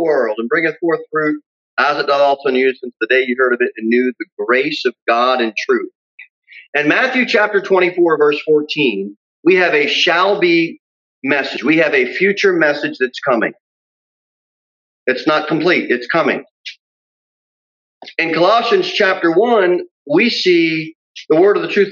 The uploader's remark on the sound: Sermon delivered at Pilgrim Baptist Church on Thursday, April 8, 2021, at 6:15 pm. Jere Whitson Rd.